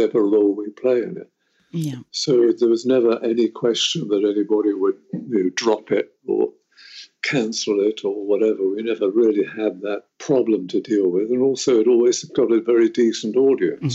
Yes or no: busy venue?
no